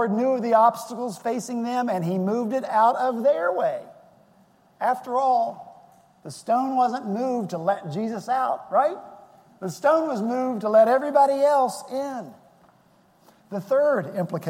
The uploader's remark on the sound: Our Easter worship service at Redeemer Presbyterian Church in Charleston, SC